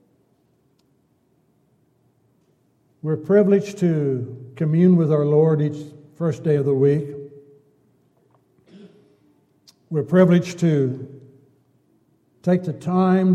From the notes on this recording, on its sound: Downtown Church Of Christ Audio Sermon